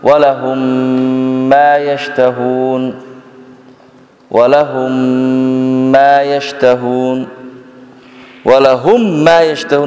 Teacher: الميم والنون المشددتين والمدغمتين أكمل ما تكون · Term: إدغام